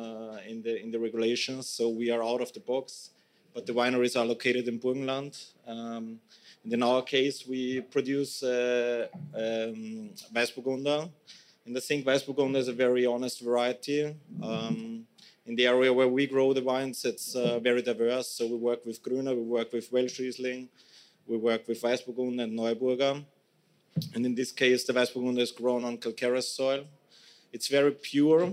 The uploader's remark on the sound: This episode of HRN On Tour comes to you live from Raw Wine 2023 in East Williamsburg, Brooklyn. This episode of HRN On Tour comes to you live from Raw Wine 2023 in East Williamsburg, Brooklyn. Taking place at 99 Scott , this ‘Speakers’ Corner’ event.